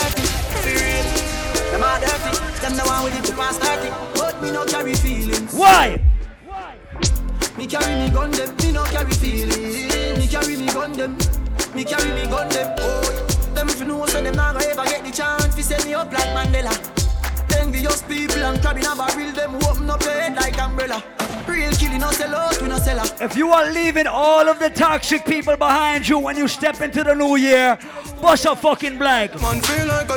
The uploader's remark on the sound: LIVE AT ISLAND SATURDAYS ON 11.30.19